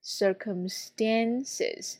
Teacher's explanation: s 后面的清辅音 t。这个地方呢会浊化成它所相对应的浊辅音